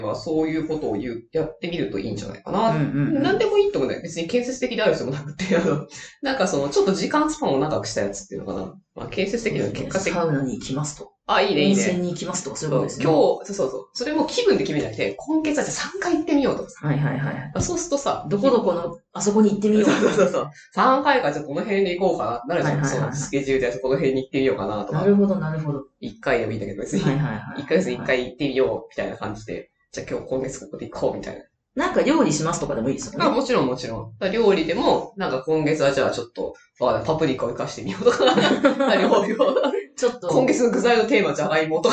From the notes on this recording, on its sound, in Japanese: 11月～今回の収録まで音質が非常に悪いです！すみません！なぜか音質が悪い・・・。